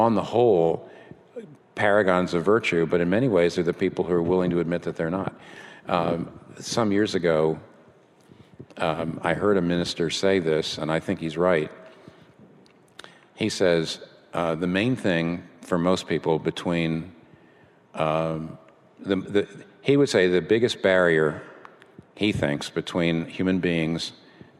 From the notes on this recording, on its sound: This Q&A session was recorded before a live audience. In New York City.